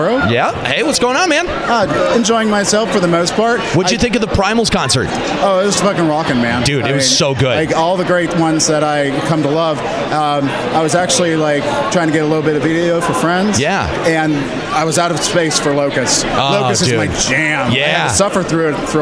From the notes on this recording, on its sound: Limit Break Radio keeps their convention coverage rolling with Day 2 from out at The Paris in Las Vegas, Nevada for the Final Fantasy XIV Fan Festival. Live reports from the convention floor.